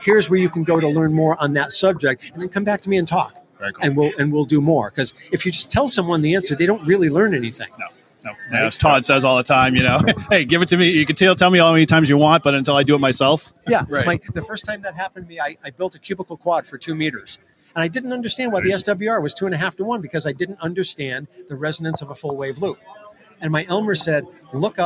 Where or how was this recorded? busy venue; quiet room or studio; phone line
busy venue